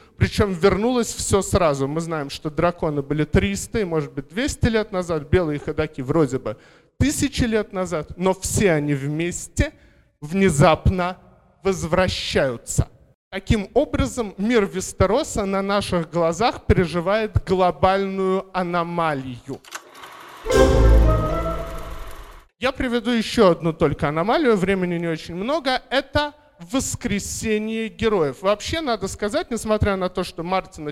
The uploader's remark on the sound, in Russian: Запись доклада с первой в Москве научно-популярной конференции по «Игре престолов» при поддержке благотворительного фонда «Предание» и агентства исторических проектов «Ратоборцы».